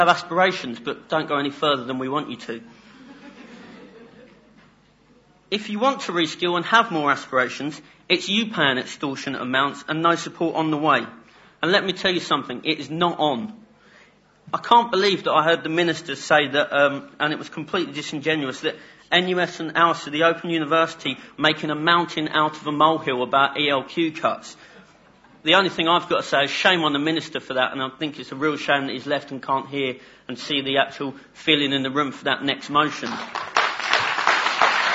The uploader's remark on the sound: OUSAâ€™s 2008 Annual Conference was held in the old lecture theatre, Walton Hall.